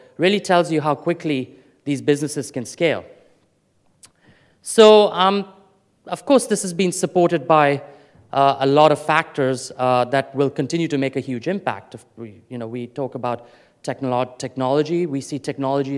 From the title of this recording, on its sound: Afrikoin Cape Town 2014 Opening Keynote